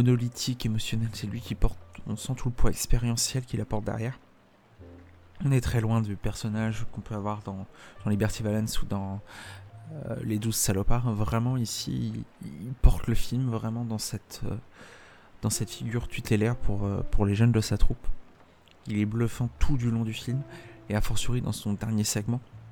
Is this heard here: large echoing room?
no